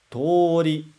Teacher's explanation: E o segundo, tori, que prolongou o to · Term: prolongamento